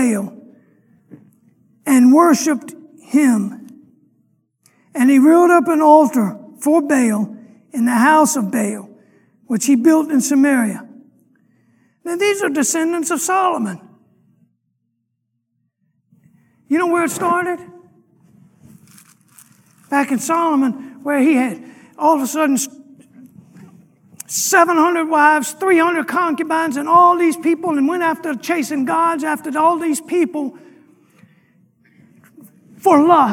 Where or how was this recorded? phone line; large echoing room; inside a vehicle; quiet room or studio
large echoing room